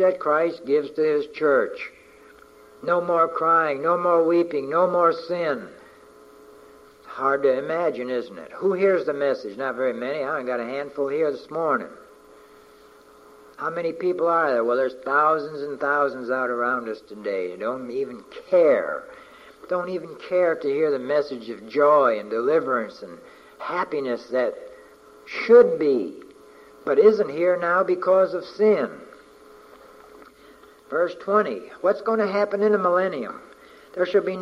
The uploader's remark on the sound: From a message preached on May 29, 1988